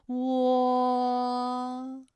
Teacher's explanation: 我们的唇形始终是圆形的，舌位的动程呢是由高到半高，在归音的时候呢是要弱收到位的。我们要注意到的是喔的唇形，而不是的唇形啊，它始终是一个圆的喔，哎，最后是弱收到位。好，我们再来说一下弯的发音要领。双唇呢要先搓圆，舌头后缩，舌位由后高元音呜向前低元音